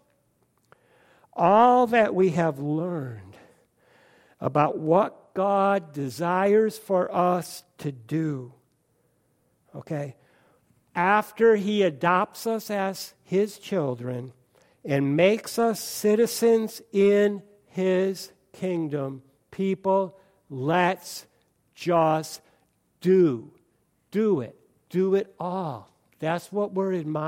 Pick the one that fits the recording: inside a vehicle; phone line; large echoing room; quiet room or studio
large echoing room